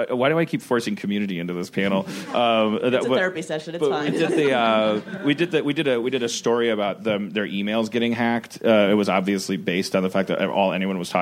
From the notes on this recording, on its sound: Recorded at ATX Television Fest in June 2015.